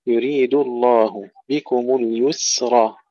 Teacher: ترقيق الدال قبل الانتقال إلى اللام المفخمة